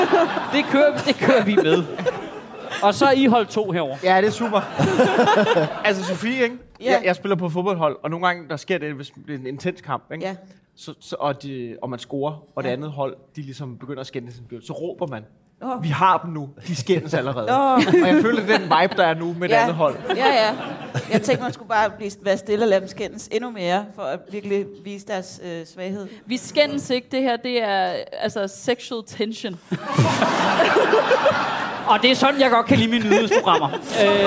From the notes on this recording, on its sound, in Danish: Afsnittet er optaget live på Comedy Zoo